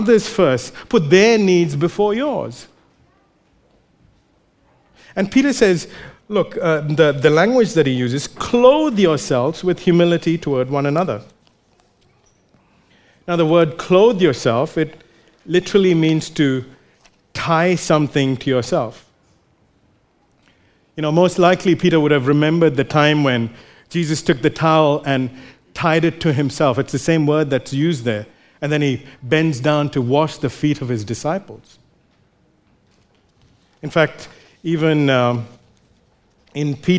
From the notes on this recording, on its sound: recorded live at Grace Community Bible Church